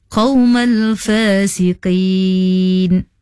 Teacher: makhraj huruf qa, huruf isti'la, hendaklah dibaca tebal. tadi nya baca qawmal fasiqin, nya baca nipis seakan-akan huruf kaf, tapi pada asalnya itu adalah huruf qaf, tebal.